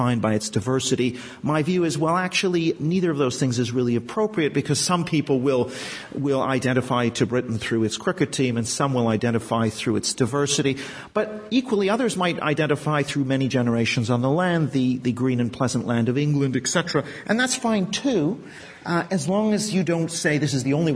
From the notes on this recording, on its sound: LSE Festival 2019. This interactive public event comprises a panel-based discussion, with representatives from different influential spheres in society who are shaping discourse on British identity, combined with direct audience engagement.